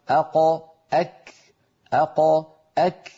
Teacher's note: القاف أعمق من الكاف. جربوا هكذا: أقا أك أقا أك، فتجدون بأن الكاف متقدمة قليلا على مخرج القاف.